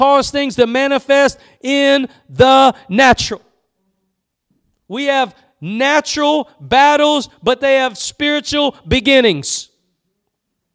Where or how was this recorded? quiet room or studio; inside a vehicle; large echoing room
large echoing room